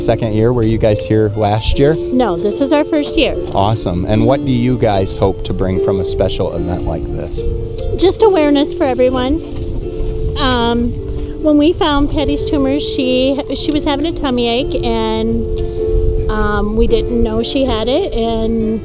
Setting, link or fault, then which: setting, outdoors